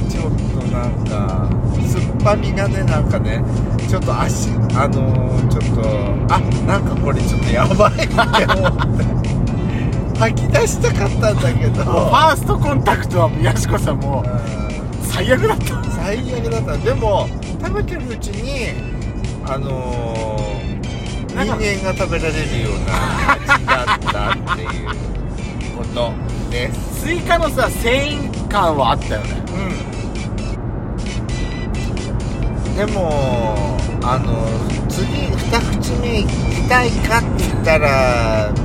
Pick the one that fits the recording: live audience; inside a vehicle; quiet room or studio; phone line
inside a vehicle